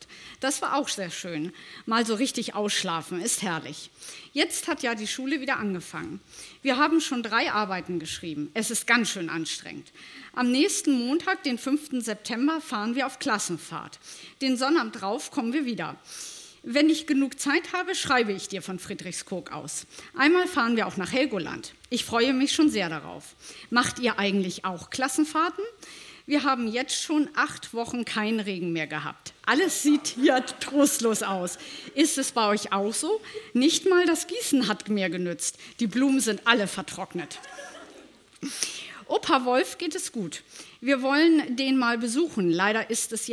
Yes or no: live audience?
yes